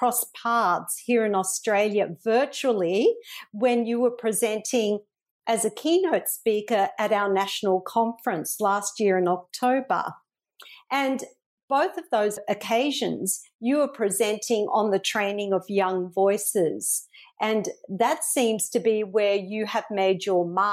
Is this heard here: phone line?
no